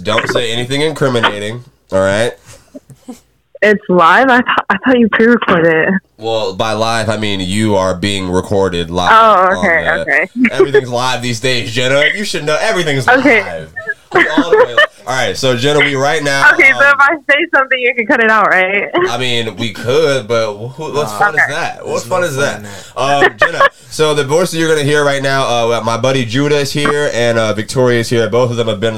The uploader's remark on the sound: Finally back in the home studio after 3 weeks of interviews! We opened up this episode on a phone call with Comedy Zone Marketing Manager.